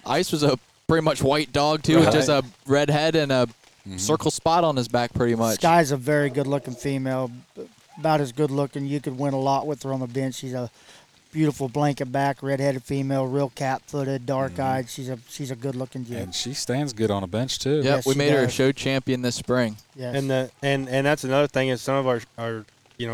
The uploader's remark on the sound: In this special episode recorded at Autumn Oaks. On site at Autumn Oaks.